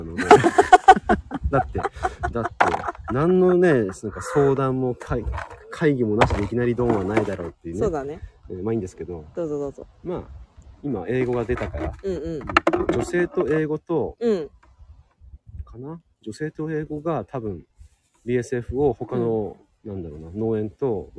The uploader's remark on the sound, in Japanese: 農家とガーデナーの雑談 雑音多し。